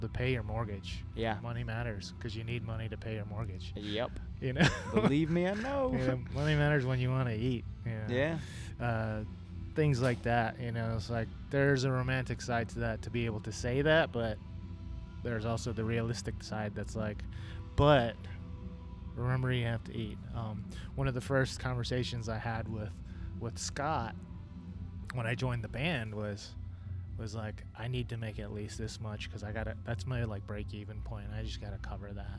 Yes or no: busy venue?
yes